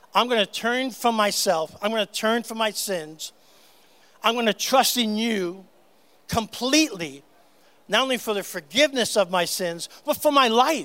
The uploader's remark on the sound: on stage at GLORY - Santa Clarita's Christian Music Festival.